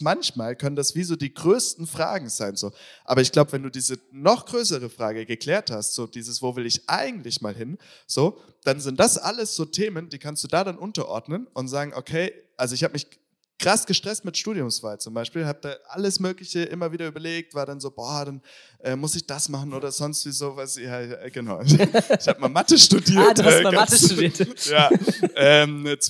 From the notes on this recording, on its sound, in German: Das besondere: es ist ein Live Talk mit grandiosem Publikum der Coaching-51 Freizeit bei WDL.